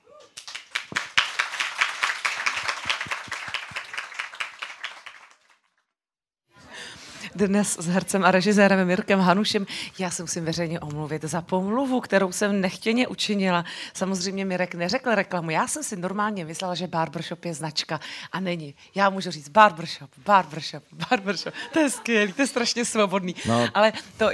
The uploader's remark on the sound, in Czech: Baví herec publikum v Radiocafé Vinohradská 12.